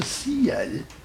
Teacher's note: On appelle ça la diérèse, la séparation d'une diphtongue, c'est-à-dire de quelque chose qui forme une seule syllabe, en deux syllabes